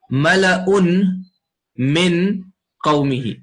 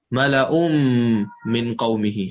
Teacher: But the Quran, what you do is that you, if there is a tanween, right, and after the tanween there is a noon, the tanween and the noon become merged by what's called idgham · Shown in: second take